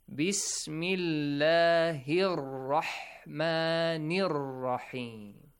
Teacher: Harf al-qamari, and the other rule that if after lam we have a letter having tashdid on the top or that baby W, okay, so it means that is sun letter. You gotta skip the letter lam together alongside the Hamzatul Wasl.